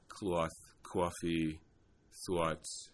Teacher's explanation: it's a falling diphthong. The first element is longer than the second element